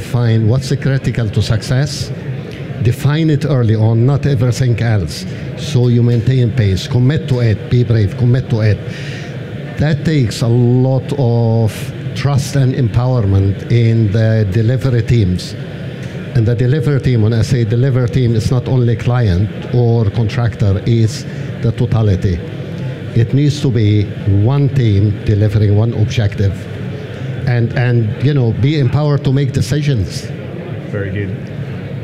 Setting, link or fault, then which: setting, busy venue